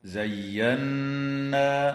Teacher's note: تغن النون المشددة في كلمة زينا